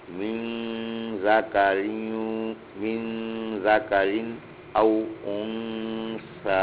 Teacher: یہاں نون کے بعد درمیانی مقدار میں ناک سے ادا کریں گے